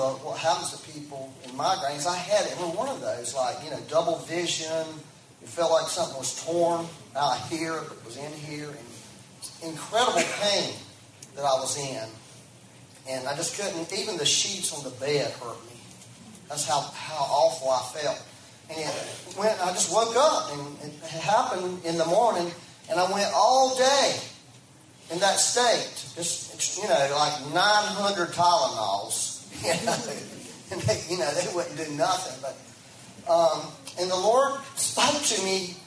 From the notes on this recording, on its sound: We had some technical difficulties and had to use the live stream for back up audio. Please excuse the low sound quality.